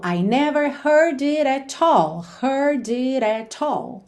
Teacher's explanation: com aquela ideia de deixar mais ligadinho, mais dinâmico, aquilo que não precisa de ênfase, e marcar somente o at all, que é o nosso ponto de ênfase aqui na música.